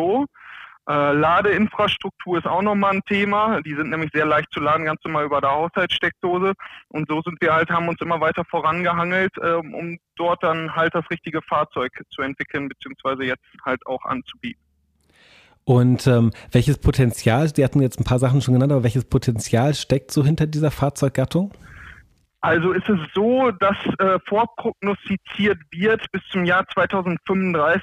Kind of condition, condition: link, phone line